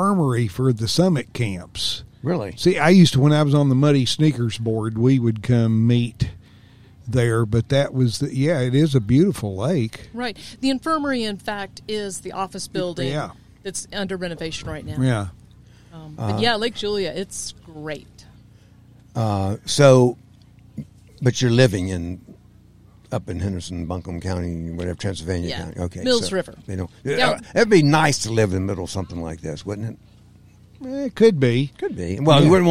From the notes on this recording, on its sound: When we were once again recording at DuPont State Recreational Forest on National Public Lands Day.